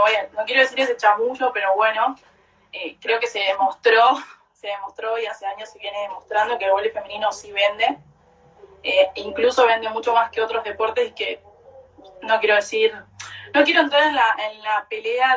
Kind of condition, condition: link, video call